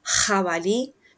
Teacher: Tutaj taka pewna część ciała, którą mamy nieużywaną w środku, tak zwany języczek zaczyna wibrować pod wpływem tego, że wyrzucamy mocno w niego powietrze, dlatego mówi się na przykład hawali, to jest dzik, hawali, więc to nie jest takie ch, gdzie tylko idzie powietrze, tylko jeszcze coś słychać, że coś drży. · Term: języczkowe h